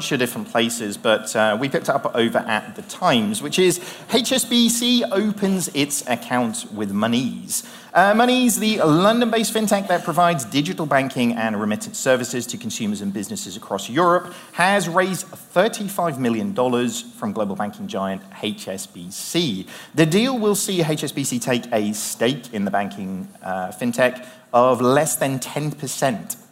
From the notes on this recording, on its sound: are joined live on stage at the Village Underground in London